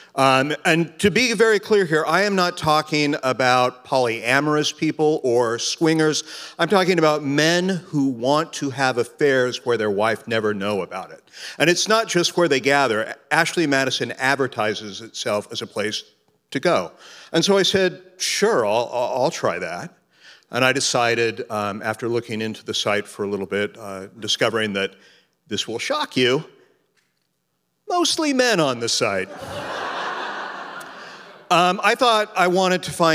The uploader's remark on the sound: Recorded at The Alberta Rose Theatre in Portland, OR on June 11, 2016.